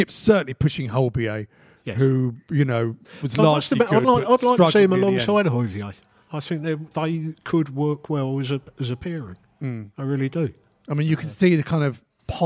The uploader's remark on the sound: Joined by a live audience in N17.